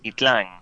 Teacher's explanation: Got the emphasis on the A in terms of the syllable.